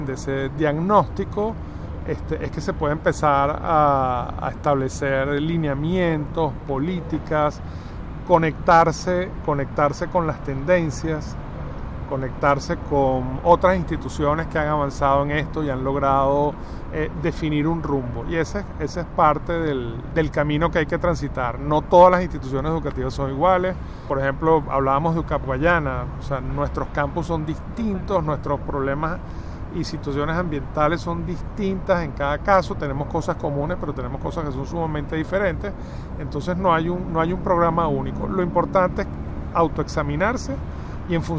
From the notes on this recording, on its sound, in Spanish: Techo verde de la Universidad Católica Andrés Bello (UCAB), ubicada en Caracas, Venezuela. Desde ese techo ubicado en el edificio de postgrado hacemos una serie de preguntas.